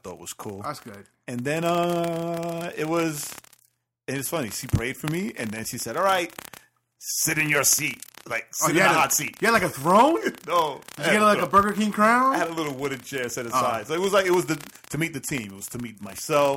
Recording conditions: distortion